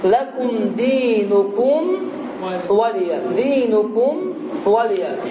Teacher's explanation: Amma düzgün oxunuş nədir? Mimi tələffüz edib və ağzı təzdən açmadan, yəni dodaqları tərpətmədən ondan sonra vavı əda etməkdir.